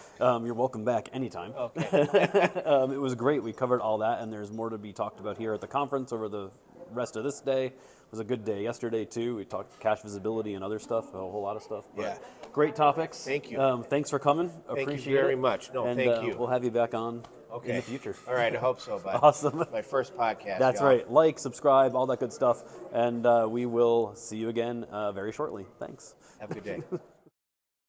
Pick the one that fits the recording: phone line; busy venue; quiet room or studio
busy venue